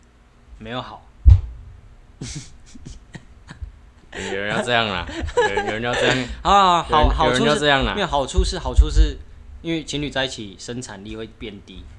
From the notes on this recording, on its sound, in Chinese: 爆音注意!本集強烈不建議佩戴耳機。收音與坐姿不佳導致雜音及聲音忽大忽小見請見諒。